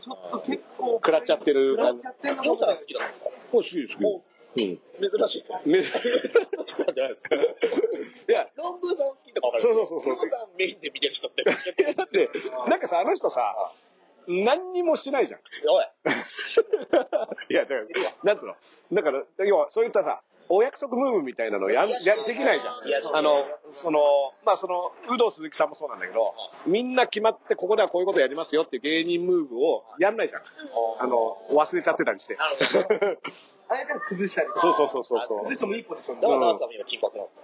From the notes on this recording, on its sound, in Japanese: 砂場がファミレスだったため、音声が聴こえづらい！